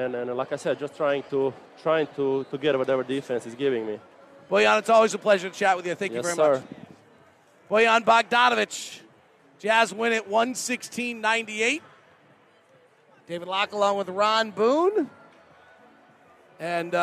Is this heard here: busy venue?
yes